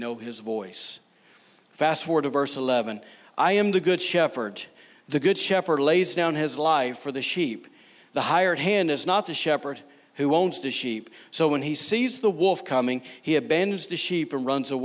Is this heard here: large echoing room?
yes